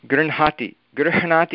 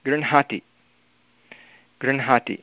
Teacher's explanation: हकारः प्रथमतया न, अनुनासिकः प्रथमतया उच्चार्यते. · Shown in: second take · गृह्णाति गृह्णाति इति न, गृह्णाति गृह्णाति.